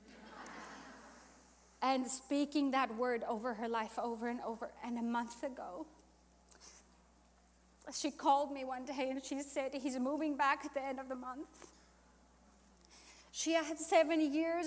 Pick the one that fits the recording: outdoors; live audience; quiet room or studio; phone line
live audience